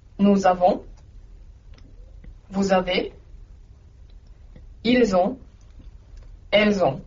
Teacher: Huomasit kai sidonnan monikon kaikissa persoonissa.